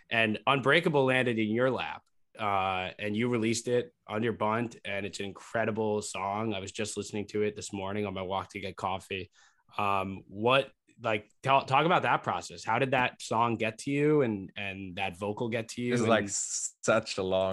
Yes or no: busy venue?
no